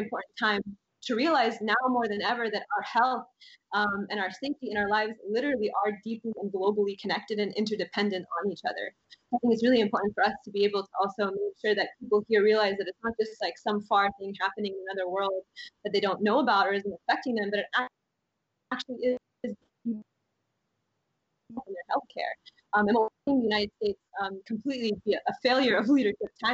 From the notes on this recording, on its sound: Based on personal and incisive conversations with various interlocutors on location. We will be speaking with our guests, one or several at a time, via Skype.